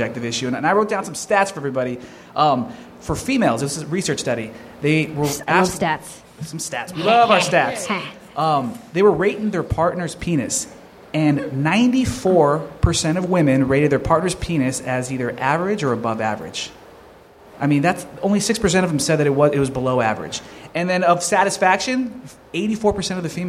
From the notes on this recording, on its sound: live at NerdMelt!